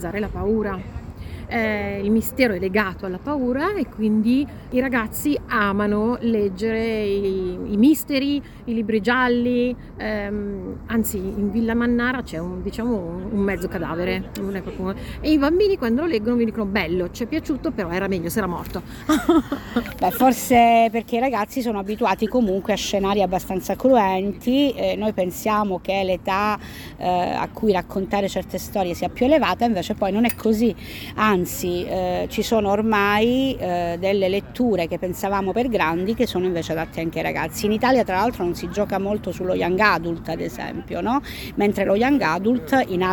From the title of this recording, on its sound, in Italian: siamo al B-Book Festival di Cosenza